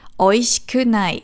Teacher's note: das I vom Shi hört man nicht, das wird verschluckt